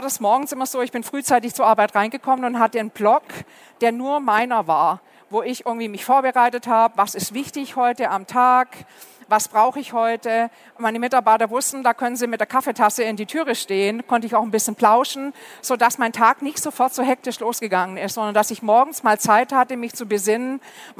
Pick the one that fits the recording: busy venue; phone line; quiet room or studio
busy venue